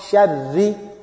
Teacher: when there is a kasra on ra, it's not full mouth anymore. So it's empty mouth